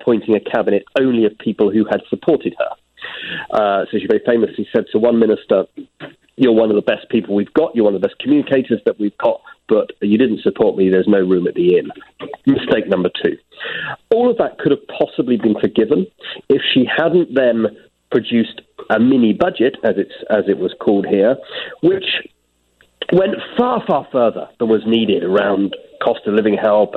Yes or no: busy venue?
no